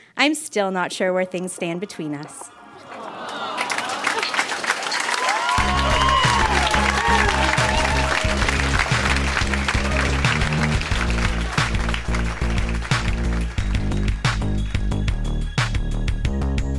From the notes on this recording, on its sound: Recorded live at Yuk Yuk’s in Ottawa.